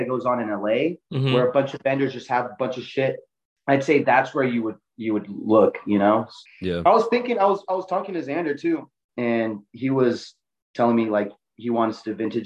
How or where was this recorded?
video call